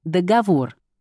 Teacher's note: Литературная норма одна. С ударением на третий слог.